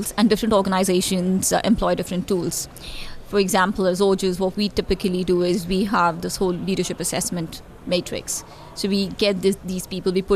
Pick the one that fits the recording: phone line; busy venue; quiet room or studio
busy venue